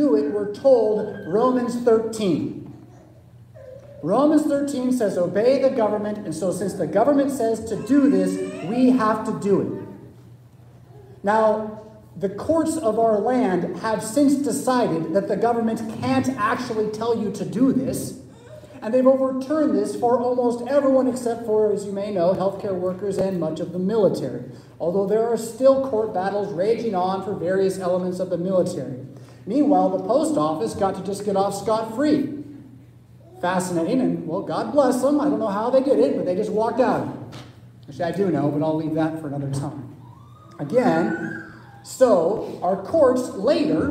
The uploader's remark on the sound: Preached at St Paul Lutheran Church , Rockford, Illinois